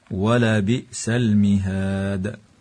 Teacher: هكذا فحسبه جهنم، قوله تعالى ولبئس المهاد، تنتهي الآية باتفاق عند كلمة المهاد، وحينئذ تقلقل الدال وتمد الألف من قبيل المد العارض للسكون